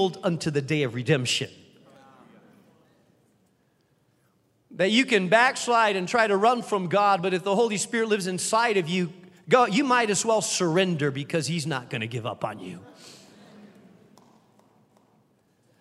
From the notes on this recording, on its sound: keynote address to those attending Founders Week 2023